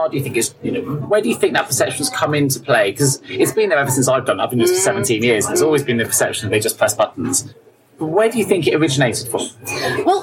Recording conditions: background noise